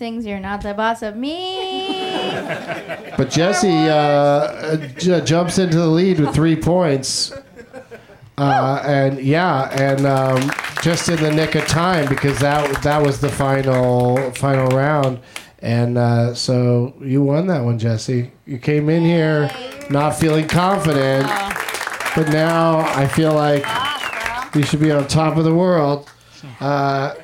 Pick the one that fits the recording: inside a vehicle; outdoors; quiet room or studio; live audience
live audience